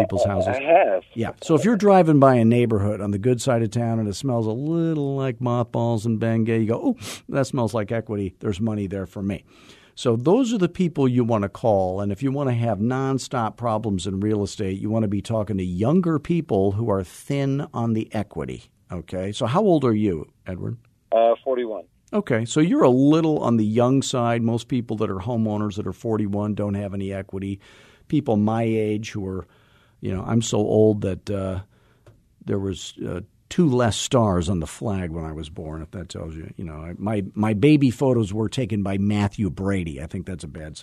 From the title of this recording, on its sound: Live Coaching Call